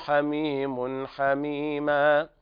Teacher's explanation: هنا إظهار حلقي لوقوع الحاء بعد التنوين